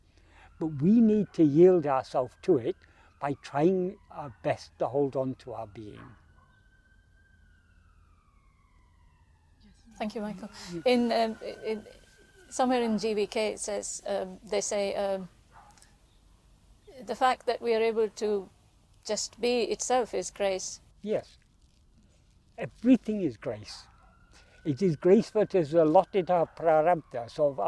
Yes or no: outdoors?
yes